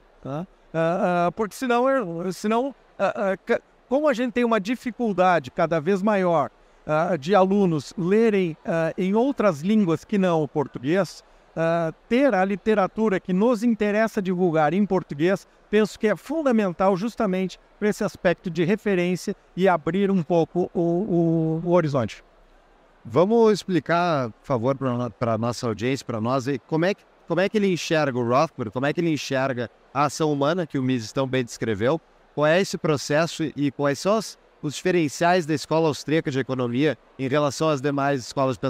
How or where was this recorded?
busy venue